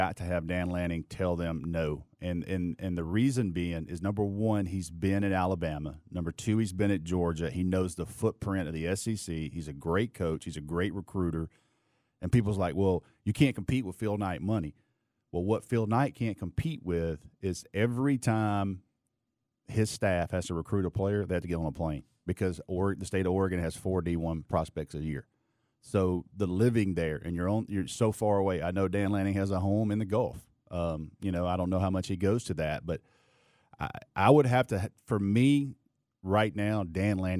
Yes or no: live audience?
no